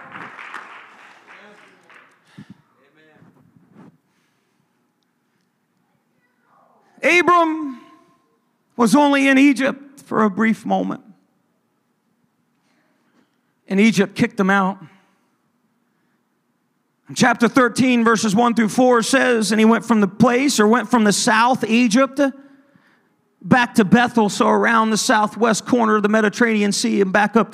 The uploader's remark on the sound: ministering at a service at Connect Point UPC